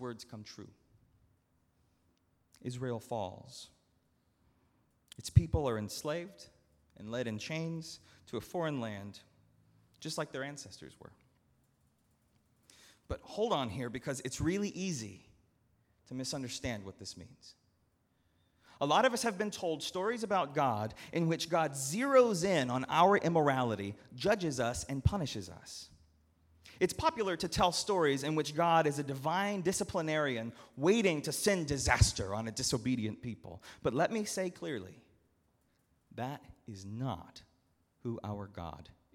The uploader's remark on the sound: at Northminster Church on July 21, 2019